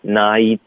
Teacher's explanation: 首先有一个双元音，再来一个干脆停顿，然后再来一个添加连读，这个多了一个爆破的动作 · 我们省略这个 t 的方式是舌尖要顶着上颚